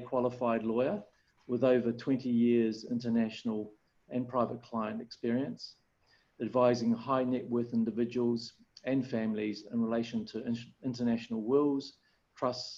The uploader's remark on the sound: Webinar audio recording dated 3 Jun 2020.